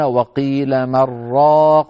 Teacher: إذا وصلوا من مع راق يقولون وقيل من راق فيدغمون النون في الراء